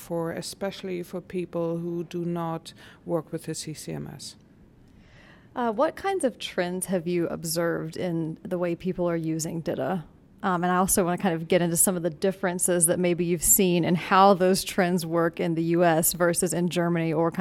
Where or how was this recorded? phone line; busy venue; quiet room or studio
busy venue